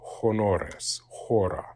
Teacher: in spoken ecclesiastical Latin, the H is pronounced, is aspirated.